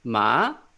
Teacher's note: it's like a question, second tone.